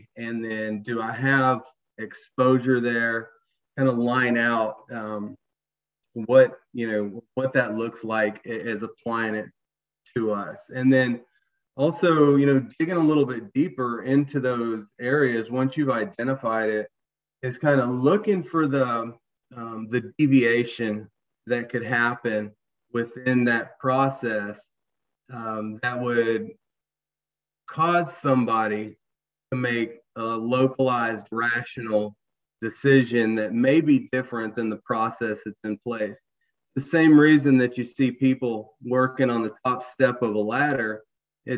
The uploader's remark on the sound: You are listening to audio from a webinar in the Safety+Health Webinar Series presented on Jan.